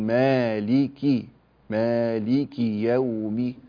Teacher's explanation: اكسر الكاف كسرا كاملا